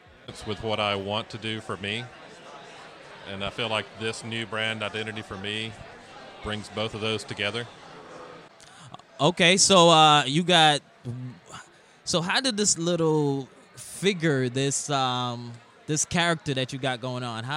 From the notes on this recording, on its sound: Live at Creative South